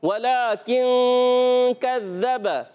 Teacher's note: نون کو چھپا کر ایک الف کا غنہ ادا کرتے ہیں. آواز آتی ہے ولکن کذب.